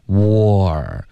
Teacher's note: 注意你的嘴唇会慢慢的分开，导致一个滑动